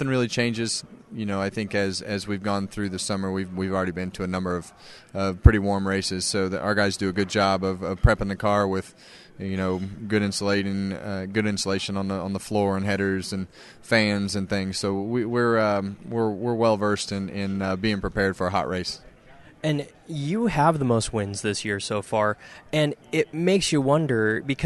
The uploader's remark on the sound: LIVE from NASCAR Playoff Media Day 2018 at the South Point Hotel in Las Vegas, NV.